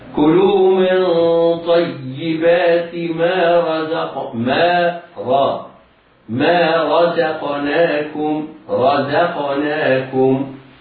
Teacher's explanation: الراء مفخمة، الزاي مرققة، القاف مفخمة، نعود إلى النون فترقق